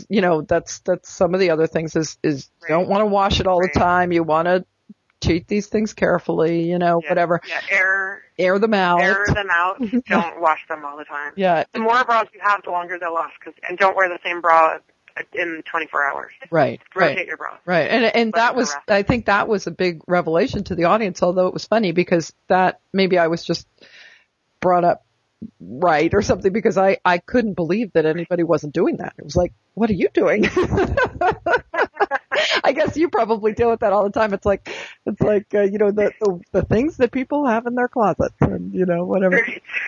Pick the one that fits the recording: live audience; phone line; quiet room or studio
phone line